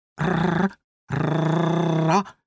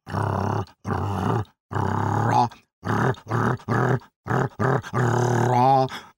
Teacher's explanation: треба підперти кінчиком язика піднебіння, проте силою дихання язик щоразу повертається на попереднє місце, що спричиняється до невеличкого тремтіння